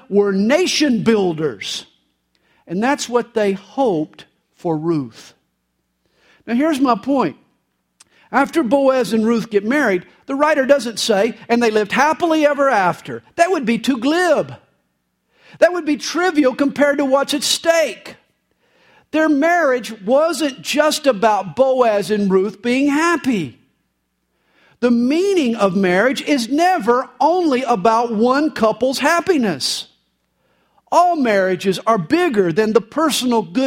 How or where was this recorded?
large echoing room